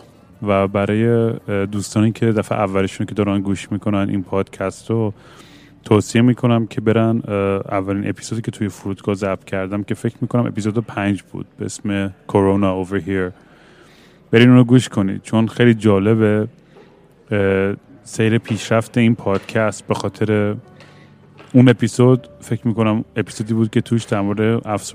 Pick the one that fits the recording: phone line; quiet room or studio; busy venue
busy venue